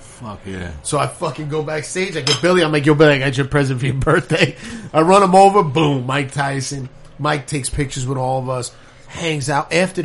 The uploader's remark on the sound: over a meal at Sara Street Grill in Stroudsburg, PA